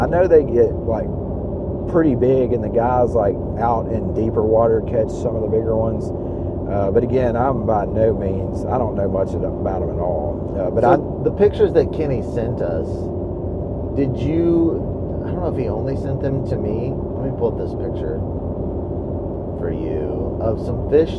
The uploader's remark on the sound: Recording from our truck